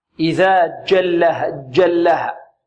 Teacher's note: ينطق الجيم من طرف اللسان، إذا جلها، جلها، تصير فيها رائحة الدال